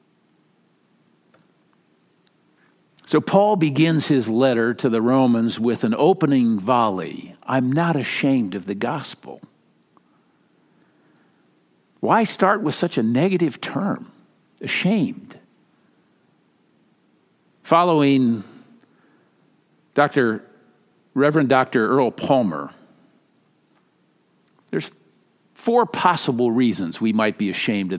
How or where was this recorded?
large echoing room